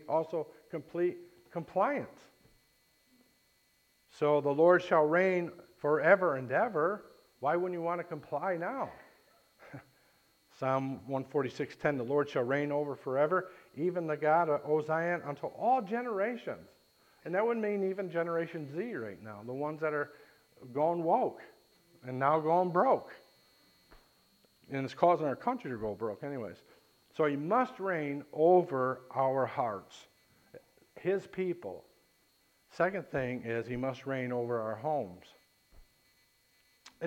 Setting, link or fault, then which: setting, large echoing room